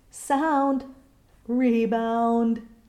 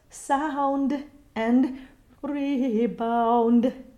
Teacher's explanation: it's also necessary to use a shadow vowel to make sure that that D stays a voiced consonant · Shown in: second take · Remember that final B, D, and G are the consonants that can take a shadow vowel in English.